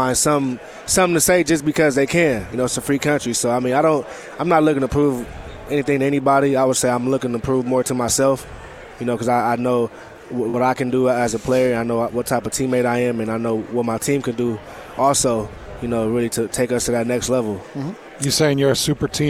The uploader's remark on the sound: live from Pac-12 Media Day